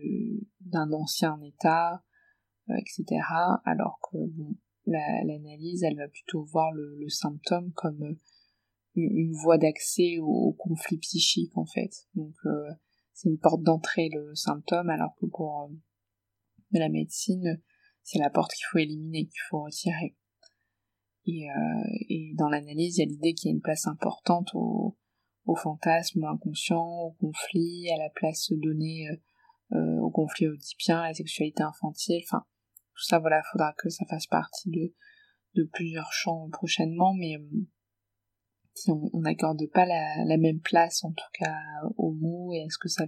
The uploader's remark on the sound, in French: La qualité du son n’est peut-être pas optimale.